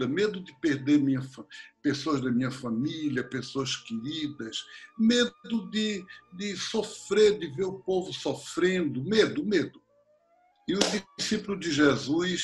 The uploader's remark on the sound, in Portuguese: Estamos fazendo as gravações via internet e por isso, talvez aqui e ali, surja uma ou outro probleminha.